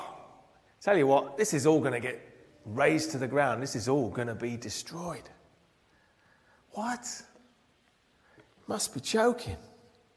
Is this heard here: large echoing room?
yes